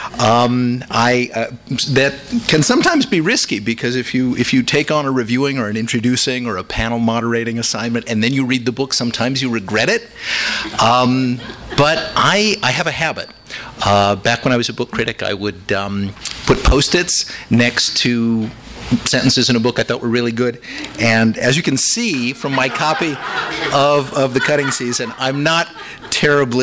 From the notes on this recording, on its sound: THIS EVEN WAS RECORDED LIVE AT SKYLIGHT BOOKS SEPTEMBER 24, 2012.